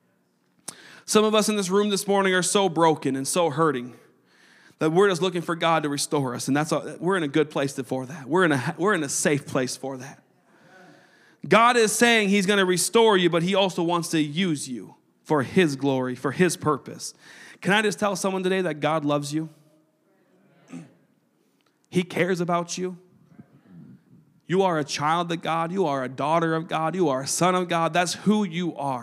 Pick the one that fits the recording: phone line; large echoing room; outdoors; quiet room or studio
large echoing room